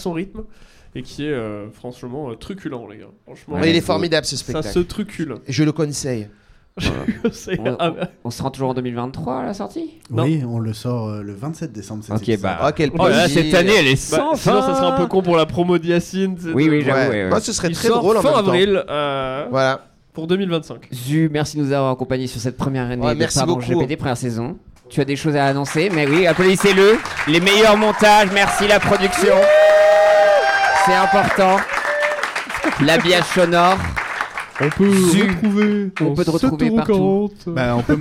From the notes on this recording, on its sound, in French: Le tout enregistré en public au Charlie et sa bière à deux balles.